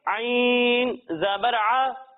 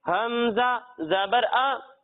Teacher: ایک حرف ہے عین اور دوسرا حرف ہے حمزہ. جب ہم عین کی ادائیگی کریں گے تو اسے ہم حلق کے درمیانے حصے سے پڑھیں گے، اور جب ہم حمزہ کی ادائیگی کریں گے تو اسے ہم حلق کے نچلے حصے سے پڑھیں گے. یعنی اسے ہم پڑھیں گے عین زبر ا، اور اسے پڑھیں گے حمزہ زبر ا.